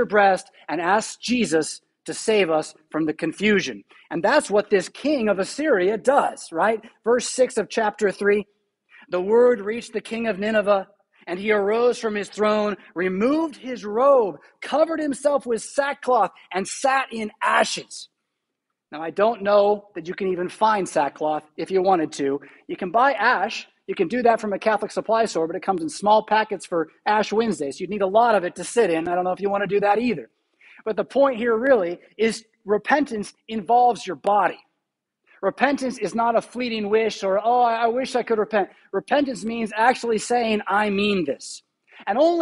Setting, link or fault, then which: setting, large echoing room